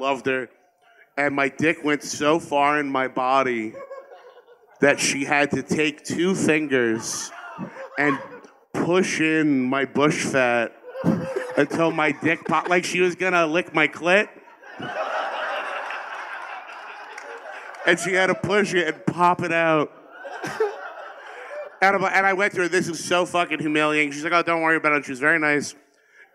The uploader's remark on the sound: LIVE from Skankfest Vegas 2023